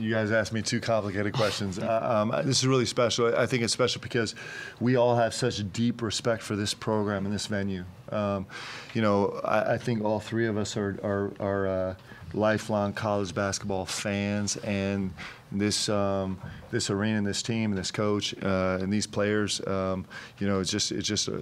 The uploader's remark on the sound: Jazz loss to the Hawks postgame press conference. BYU Men's hoops postgame press conference.